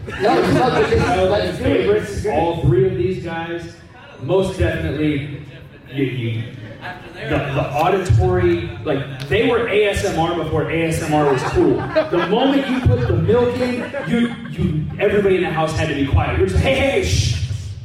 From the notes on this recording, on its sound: LIVE at Florida SuperCon! This week we travel down to Florida SuperCon in Miami (a ReedPop convention). Filmed in front of a live studio audience.